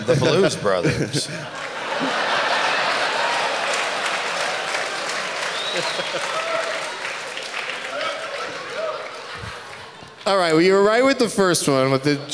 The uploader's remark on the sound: Live from Thalia Hall in Chicago